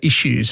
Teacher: But we tend to say issues. We put a sh instead of s sound.